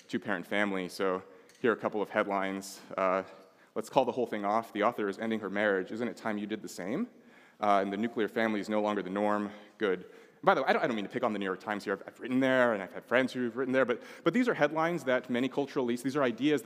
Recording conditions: live audience